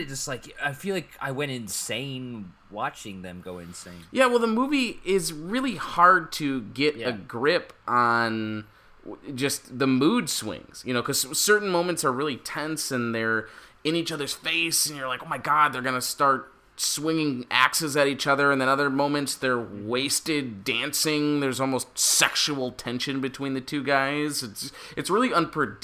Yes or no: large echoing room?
no